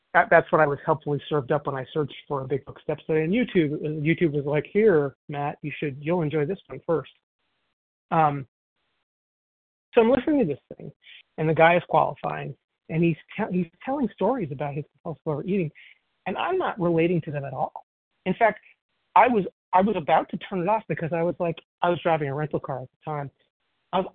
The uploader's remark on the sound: 100 Pounders Phone Meeting